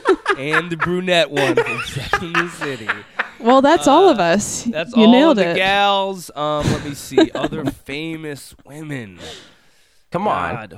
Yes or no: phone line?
no